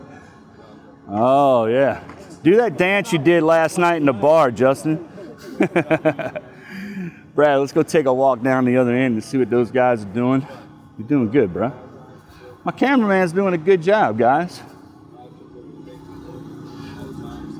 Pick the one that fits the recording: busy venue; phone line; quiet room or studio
busy venue